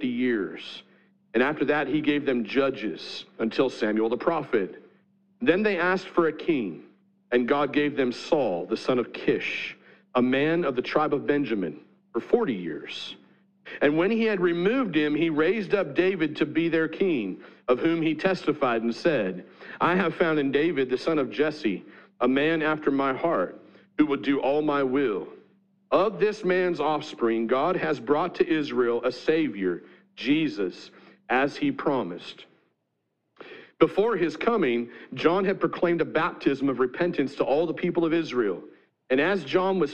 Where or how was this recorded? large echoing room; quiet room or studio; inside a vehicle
large echoing room